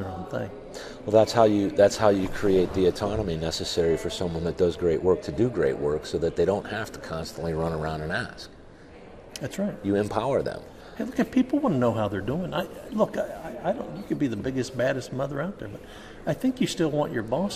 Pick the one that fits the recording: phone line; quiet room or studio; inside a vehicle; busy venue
busy venue